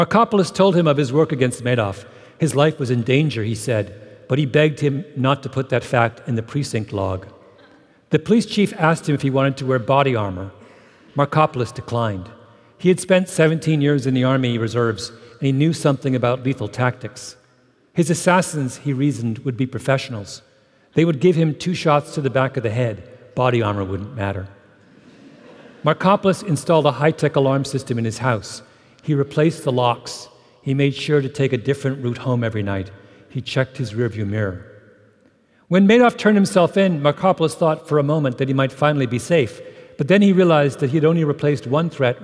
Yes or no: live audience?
yes